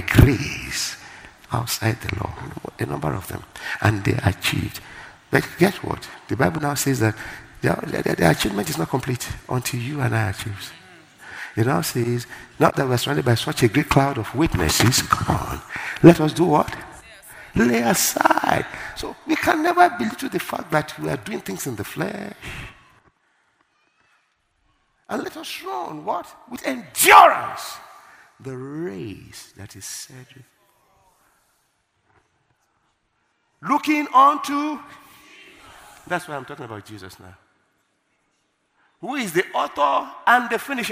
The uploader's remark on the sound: Word Explosion Conference, 2018: Day 7 (1st Service). Ministering During Word Explosion Conference.